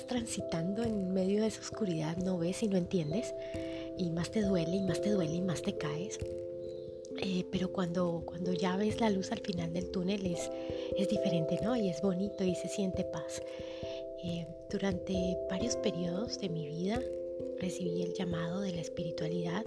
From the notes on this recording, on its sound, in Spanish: Y lo mejor...con el sonido de las loras de fondo.